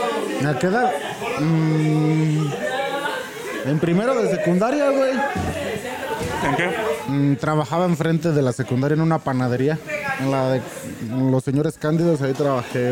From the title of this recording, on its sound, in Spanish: En Vivo desde Jabaly Drink